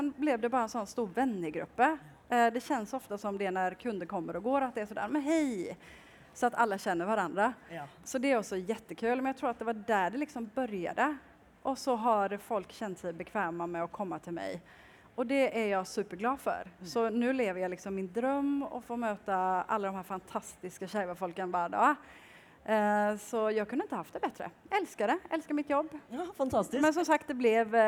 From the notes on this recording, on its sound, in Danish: LIVE fra Pride!